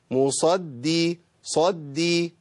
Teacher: الدال المشددة بتنطق على مرحلتين، مرحلة الساكن والمتحرك. مصد دي سهل قوي ابدال الدال الاولى بضاد، اسمعوا كده، مصد دي قا.